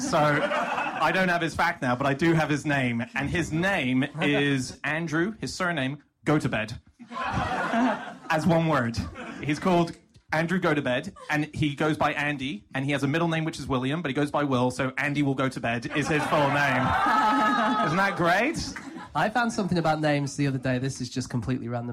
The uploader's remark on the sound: Live from The Aces and Eights Bar in Tufnell Park. Discuss facts suggested from the audience.